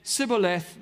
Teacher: Ephraim had a different dialect to their brothers across the Jordan, and they couldn't pronounce the sh sound